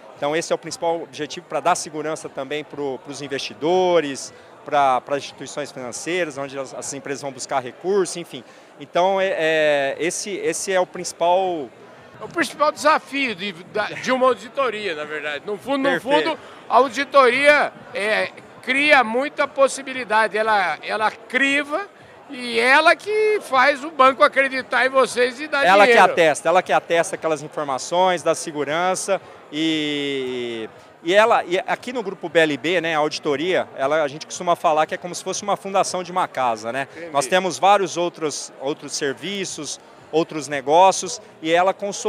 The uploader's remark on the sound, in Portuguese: Prosa gravada durante a Festa dos 30 anos da Companhia, que reuniu em Ribeirão Preto mais de 500 pessoas da prateleira de cima do agro.